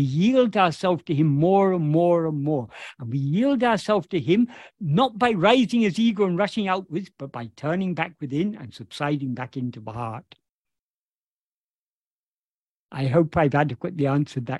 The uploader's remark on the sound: In a Zoom meeting with the Ramana Maharshi Foundation UK on 25th March 2023